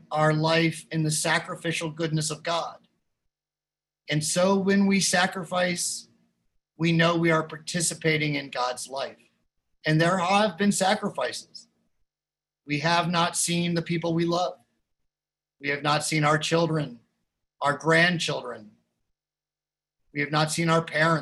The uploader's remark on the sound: Recorded live in Zoom.us. Opening bell chiming by the Philadelphia Guild of Change Ringers.